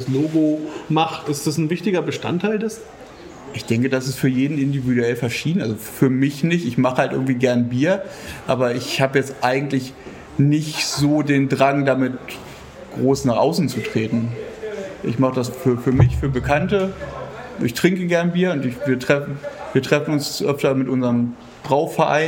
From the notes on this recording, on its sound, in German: Live vor Ort zur Bierköste 2023 in Neumünster. Im Teil 2 unseres Live-Talks von der Bierköste in Neumünster sprechen wir mit drei Hobbybrauern.